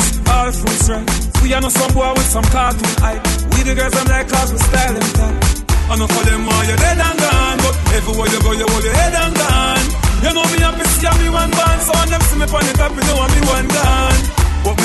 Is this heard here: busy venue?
yes